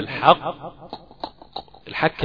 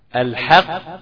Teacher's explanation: تجيبها شديدة قاف، وما تقربش من مخرج الكاف · Shown in: second take · ابعد تماما عن انك تجيبها الحق.